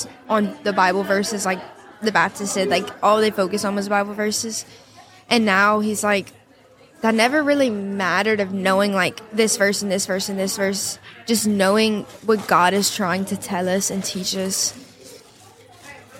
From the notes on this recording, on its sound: Live from Steubenville South